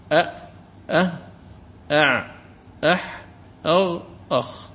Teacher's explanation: أبعدها الهمزة ثم تصعد قليلا الهاء ثم تأتي العين والحاء والحاء في العين ثم الحاء في وسط الحلق ثم في أدنى الحلق الغين والخاء، هذه تسمى بحروف الحلق.